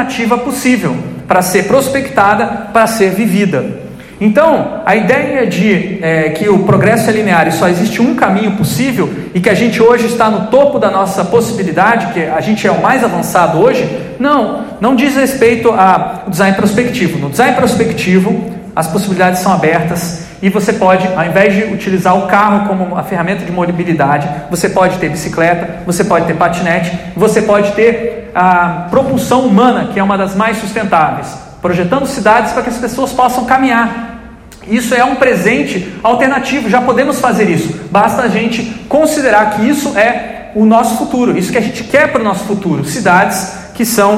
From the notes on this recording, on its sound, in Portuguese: Grava��o realizada no Festival de Interatividade e Comunica��o (FIC19) , em Porto Alegre. Grava��o realizada no Festival de Interatividade e Comunica��o (FIC19) , em Porto Alegre.